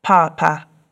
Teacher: which is a high tone and a low tone, and I believe that means dad.